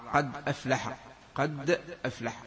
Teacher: بإسكان الدال وفتح الهمزة التي هي همزة قطع